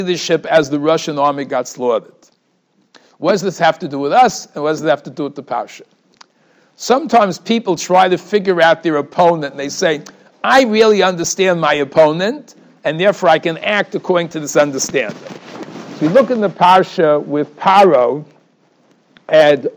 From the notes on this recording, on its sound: Shiur recorded in Yeshivas Ohr Reuven, Monsey, NY.